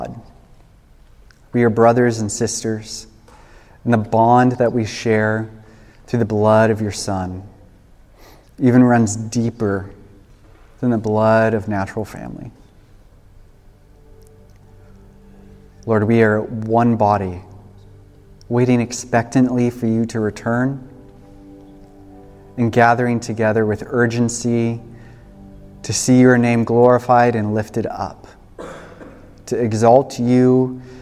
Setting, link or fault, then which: setting, large echoing room